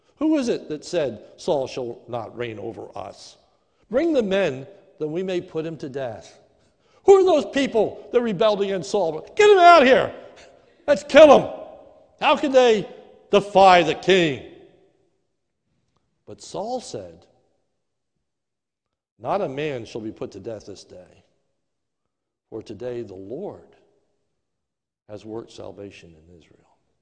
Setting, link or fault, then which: setting, large echoing room